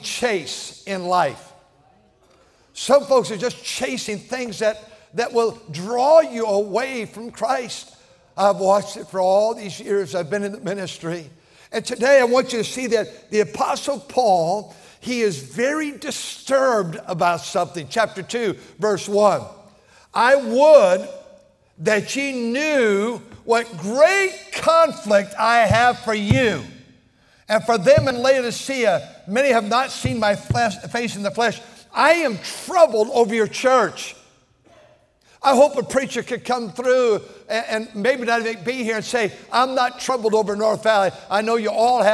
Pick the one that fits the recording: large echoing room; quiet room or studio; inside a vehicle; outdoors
large echoing room